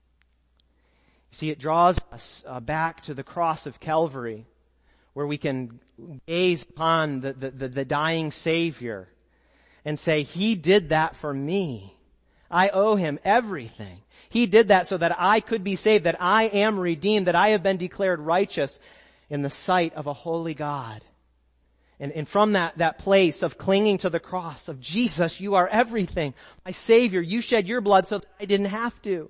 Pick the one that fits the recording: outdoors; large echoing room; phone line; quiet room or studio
large echoing room